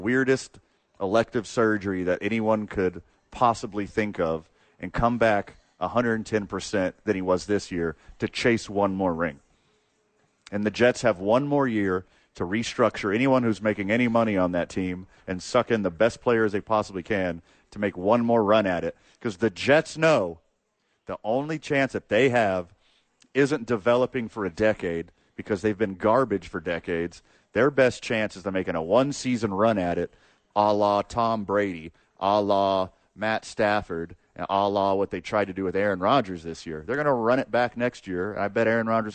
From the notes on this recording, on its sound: live from THE Albuquerque Dukes Store